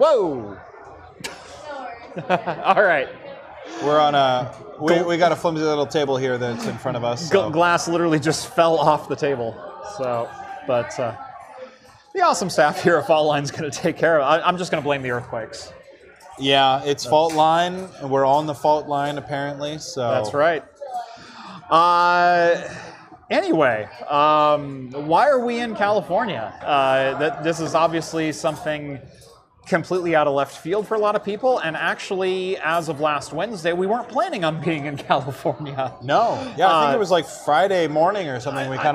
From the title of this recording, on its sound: LIVE from Faultline Taphouse in Sunnyvale!